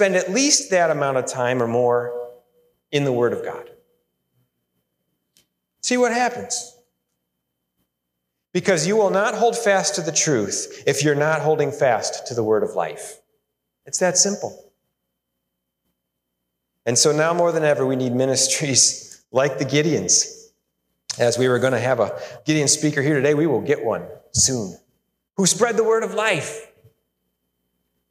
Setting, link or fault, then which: setting, large echoing room